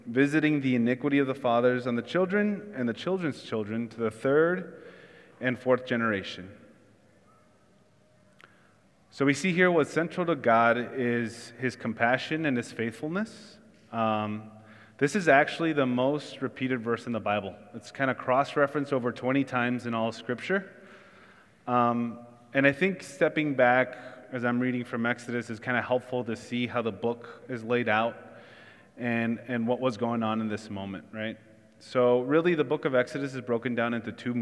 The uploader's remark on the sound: Church in the Square (Sermon Audio)